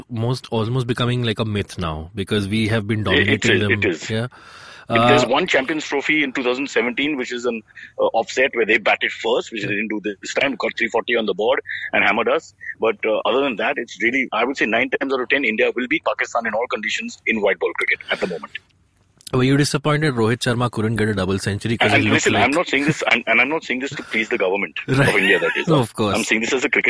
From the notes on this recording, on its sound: Joins us over the phone from Phuket.